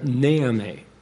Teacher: They called her Naomi, with the emphasis on the first syllable, not on the second syllable.